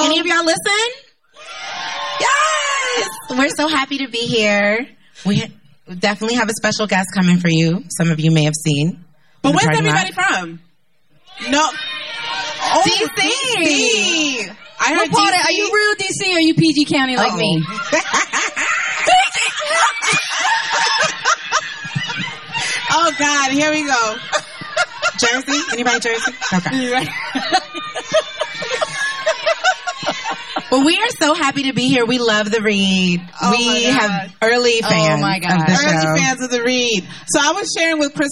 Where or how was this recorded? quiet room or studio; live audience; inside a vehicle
live audience